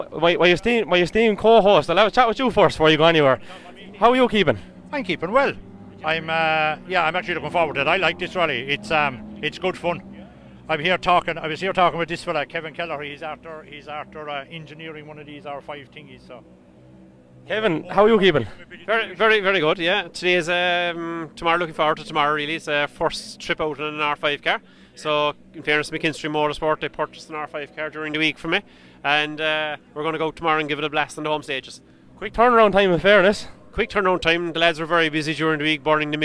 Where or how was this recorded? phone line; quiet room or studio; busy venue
busy venue